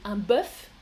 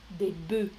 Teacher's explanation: Au pluriel, on ne prononce pas le F et le son est différent. · Shown in: second take